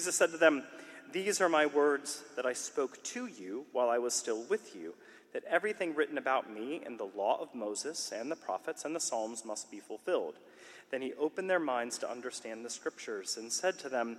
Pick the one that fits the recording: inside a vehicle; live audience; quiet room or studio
live audience